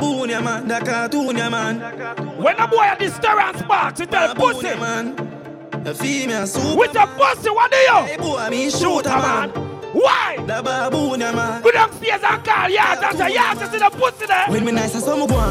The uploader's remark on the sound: LIVE AT CHACHA FRIDAYZ 8TH APRIL 2022